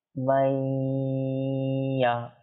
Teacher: নুন সাকিনের পরে ইয়া আসলে ইদগাম করে গুন্না সহকারে পাঠ করতে হবে